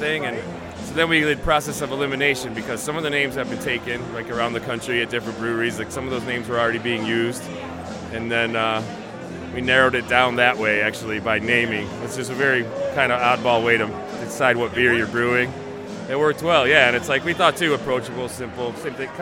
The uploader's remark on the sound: Live From Night At The Brewseum